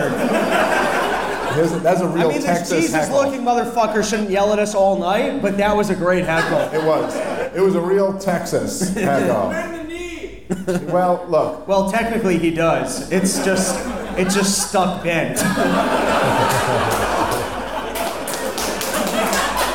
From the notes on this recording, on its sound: Live From Houston! The guys take question from the audience!